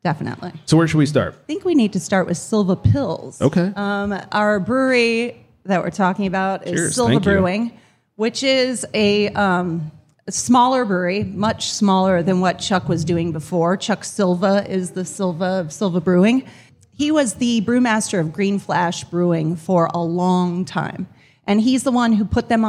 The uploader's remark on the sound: We are live from Fluid State Beer Garden in Ventura, CA! In front of a live audience.